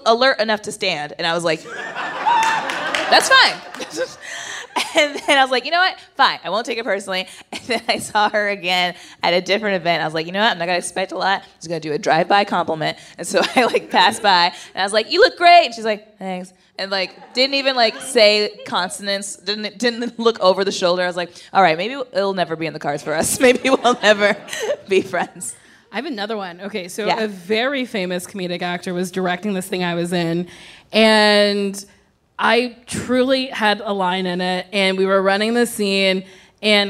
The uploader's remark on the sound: Recorded live at the Largo at the Coronet. Some audience questions!